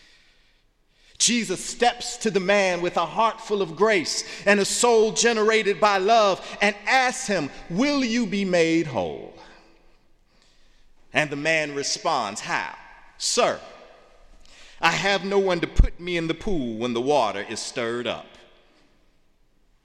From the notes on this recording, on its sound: in the Memorial Church